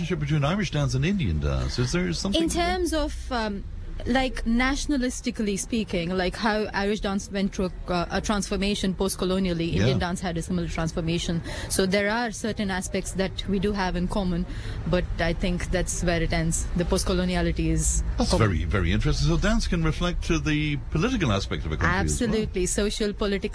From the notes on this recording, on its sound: Friday's show came live from Cashel as part of Cashel Arts Festival! Members of Cashel Comhaltas performed some songs.